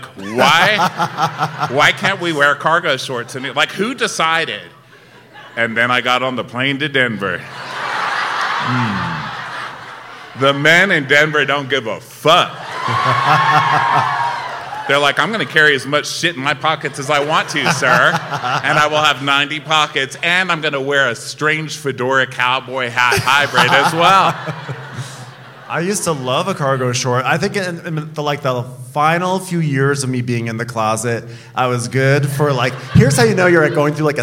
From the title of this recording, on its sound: Live from Denver